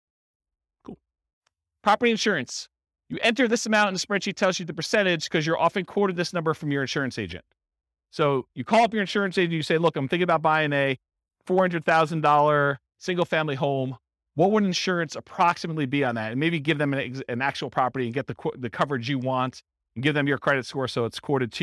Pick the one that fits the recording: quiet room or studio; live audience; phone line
live audience